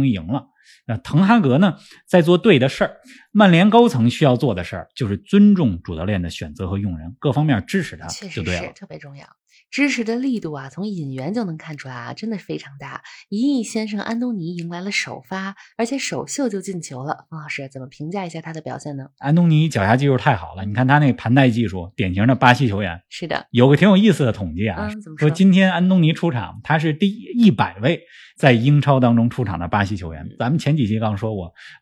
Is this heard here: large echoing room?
no